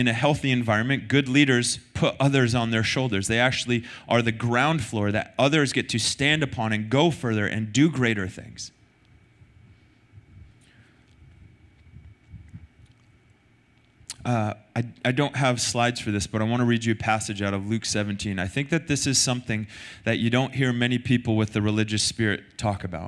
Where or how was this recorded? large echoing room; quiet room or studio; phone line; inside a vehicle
large echoing room